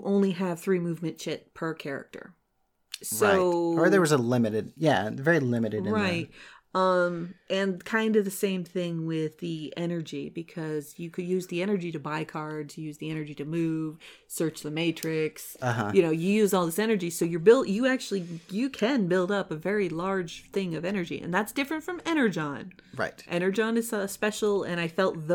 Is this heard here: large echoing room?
no